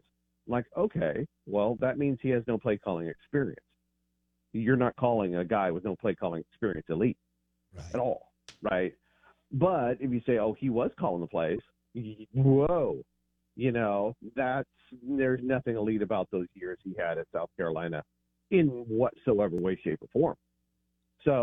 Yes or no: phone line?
yes